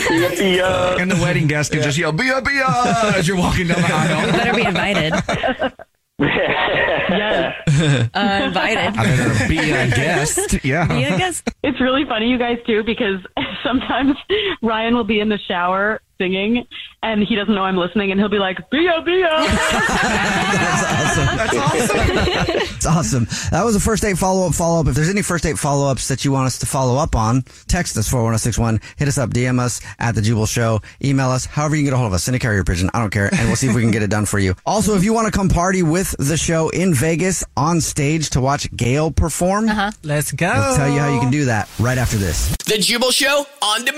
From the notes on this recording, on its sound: We get that other person on the phone